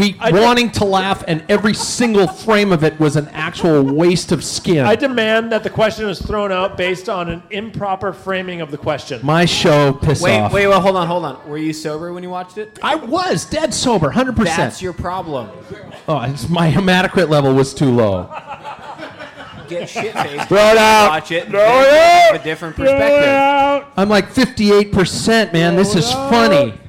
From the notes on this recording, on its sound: Live at Peddling Brewing Company in Seattle